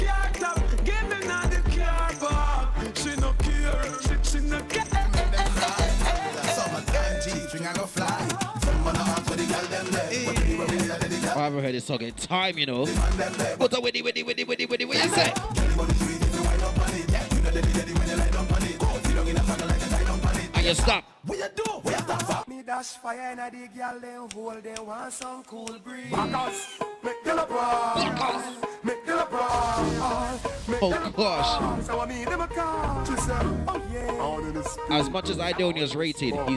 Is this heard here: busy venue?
yes